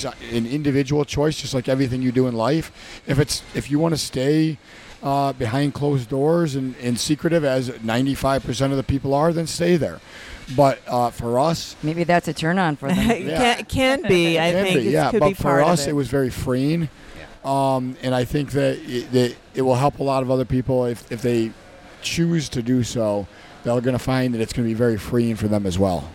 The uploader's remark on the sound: Join us on location at Hedonism II Resort